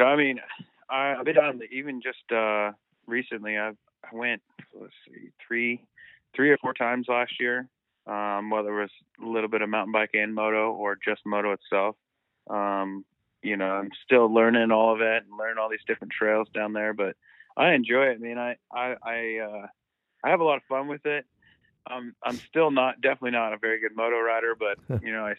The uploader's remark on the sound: was kind enough to spend some time on the phone with me the other day